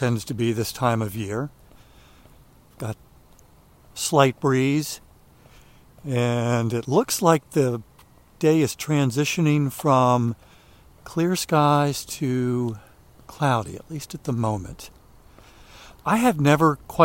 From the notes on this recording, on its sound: During today's ten-minute walk